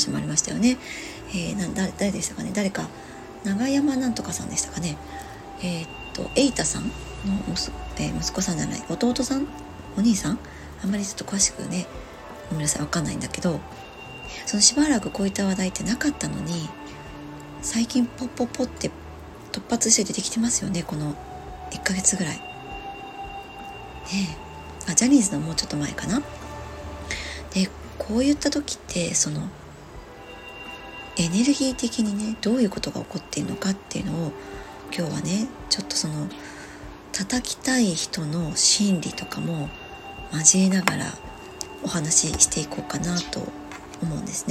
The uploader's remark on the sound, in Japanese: 外の音が様々入ってしまっています お聞き苦しい所がありましたらすみません